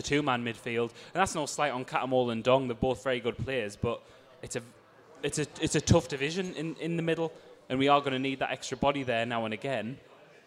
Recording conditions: live audience